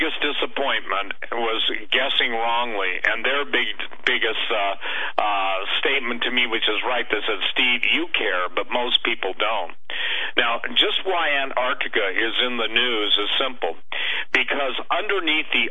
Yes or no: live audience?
no